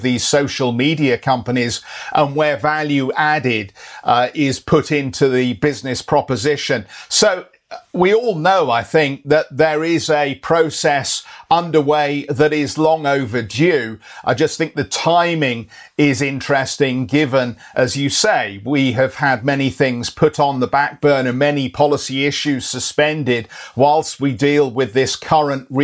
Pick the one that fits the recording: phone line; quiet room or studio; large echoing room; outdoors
quiet room or studio